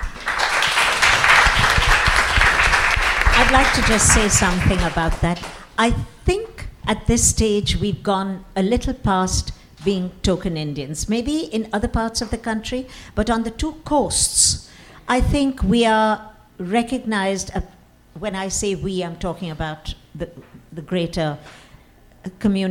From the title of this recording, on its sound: Live At Lincoln Center